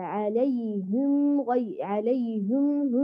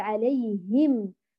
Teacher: البعض يضم الشفتان استعجالا على الواو التي في كلمة ولا، يقول هكذا عليهم عليهم فيأتي بها كأنها مشمة، فيها مثل إشمام، يضم الشفتين ضما كذا بسيطا بدءا من الهاء، وهذا الفعل خاطئ. أعطي الهاء حقها بإتمام الكسر، ولا تضميها ضم كامل · Shown in: second take · لا تقولي عليهم غير المغضوب عليهم ولا الضالين، بل عليهم بكسر الهاء والاعتناء بالملاحظات كلها بأن نحقق صوت الهاء ونتم الكسر.